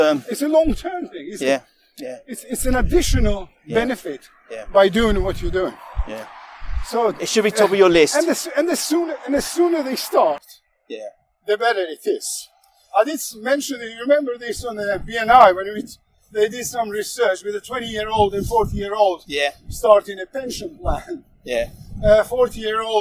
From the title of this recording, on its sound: Walk and Talk